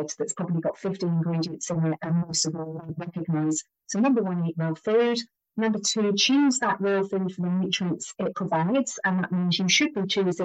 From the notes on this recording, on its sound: For some reason the sound quality was poor, so I’ve produced a transcript too.